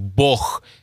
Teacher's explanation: Еще на юге мы очень часто слышим звук «г», похожий на «х». У этого звука есть свое название – «г-фрикативное».